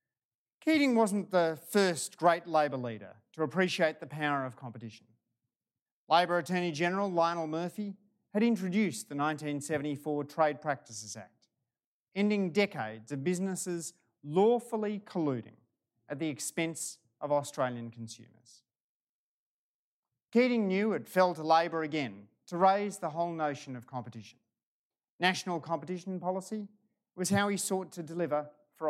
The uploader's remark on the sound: This recording is from a live event held at the University's Chau Chak Wing Museum on Monday 17 October.